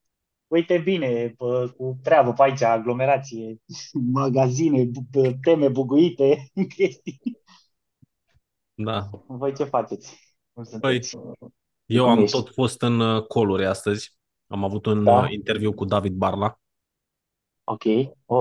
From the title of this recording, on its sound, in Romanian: Conferinta Zoom Saptamanala EcomSchool